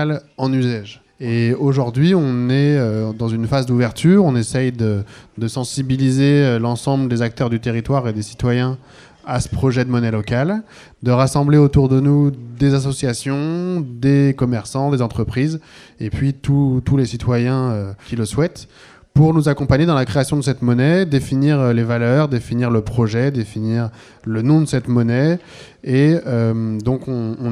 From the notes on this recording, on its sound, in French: Reportage de terrain sur la Gratiféria ( Marché gratuit ) du 04 Mars 2018 organisée par les Colibris de l'Uzège à Vallabrix.